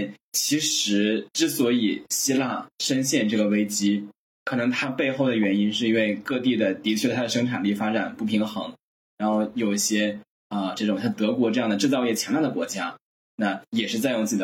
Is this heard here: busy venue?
no